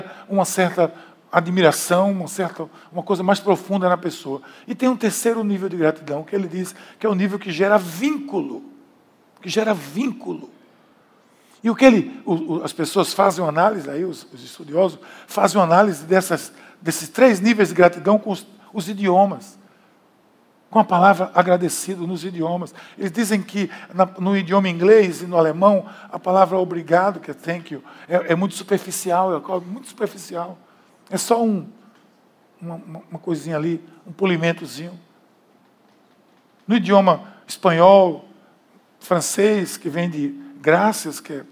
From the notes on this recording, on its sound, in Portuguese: Podcast gravado na PAES Piedade, dia 09/09/2018 na celebração das 19h.